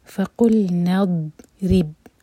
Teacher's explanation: رو کے نیچے کسرا تو رو باریک. اس کے بعد ہے با جس پر کوئی حرکہ نہیں ہے.